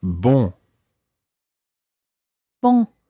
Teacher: the first syllable is very nasal. It's bon.